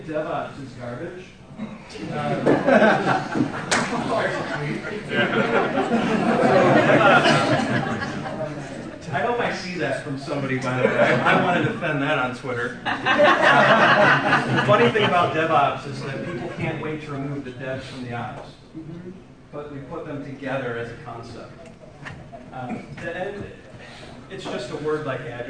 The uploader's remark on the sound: Presented at the Path to Agility Conference 2017. This weeks episode is a recording of the Advanced Scrum session. Presented at the Path to Agility Conference 2017.